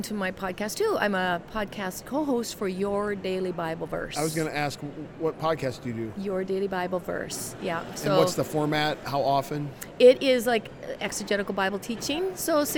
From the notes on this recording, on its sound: LIVE from CPE 2022!